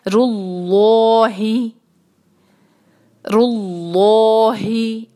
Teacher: रो पे है दम्मा, उसको हम अल्लाह के लाम के साथ मिलाएंगे तो रू भी हैवी है और अल्लाह का लाम भी हैवी करना